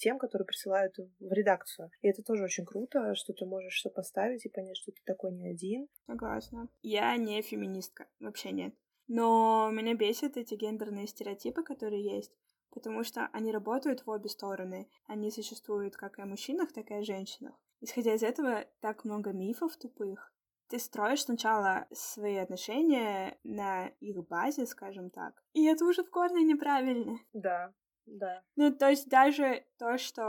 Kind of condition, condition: fault, poor sound quality